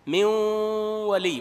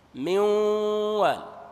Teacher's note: عندما أنطق الإدغام أنطق نون وواو مخلوطة